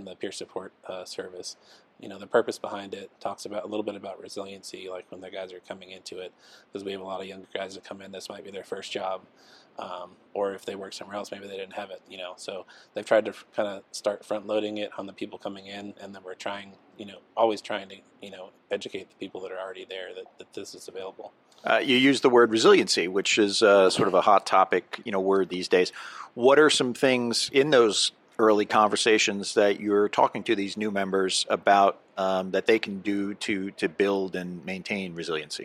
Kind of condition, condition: setting, busy venue